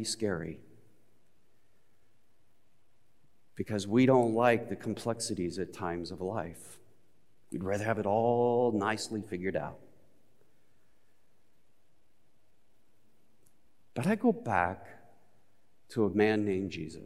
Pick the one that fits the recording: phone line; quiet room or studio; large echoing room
large echoing room